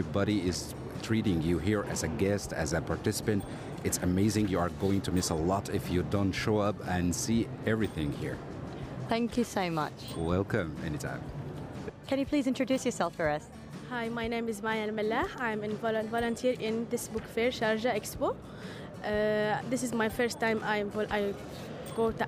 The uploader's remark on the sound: Live from SIBF 2023: visitors, exhibitors, and volunteers interviews